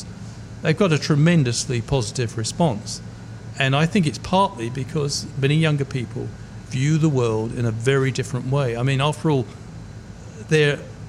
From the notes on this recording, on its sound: Broadcast live from Ombrellitos